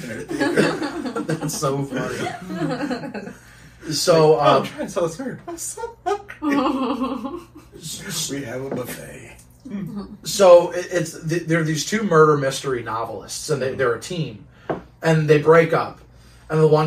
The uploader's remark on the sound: The sound got messed up on this one.